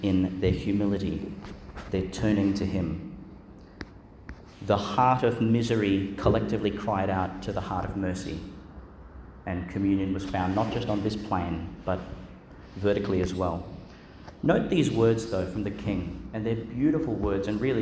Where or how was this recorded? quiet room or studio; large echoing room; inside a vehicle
large echoing room